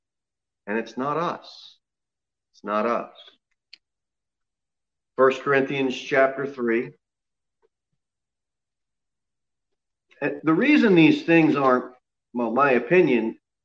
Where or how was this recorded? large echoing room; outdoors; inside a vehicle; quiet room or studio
large echoing room